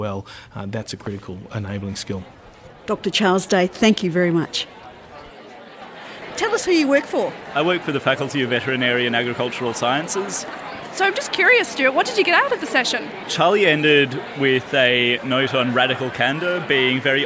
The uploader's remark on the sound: We gate-crashed the 2017 University of Melbourne professional Staff Conference. Snippets from conference speakers and participants.